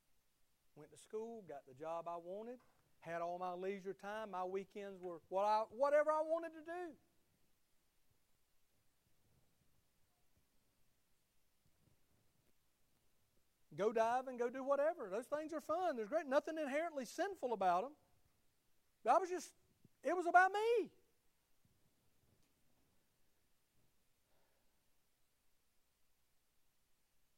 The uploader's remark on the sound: Sunday morning service at Liberty Baptist Church